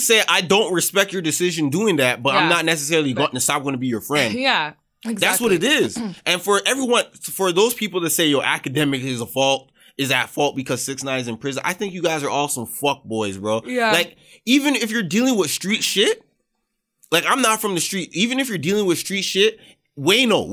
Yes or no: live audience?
no